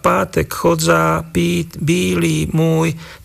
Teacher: v slovách pátek, chodza, pít, bílý, môj takisto nie sú dvojhlásky, ale namiesto nich sú dlhé samohlásky